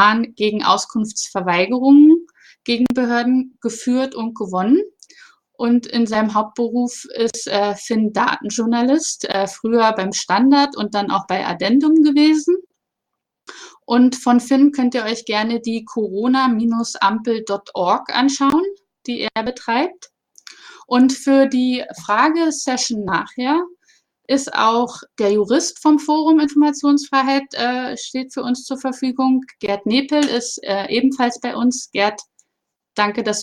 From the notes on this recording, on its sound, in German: Mitschnitt der Online-Veranstaltung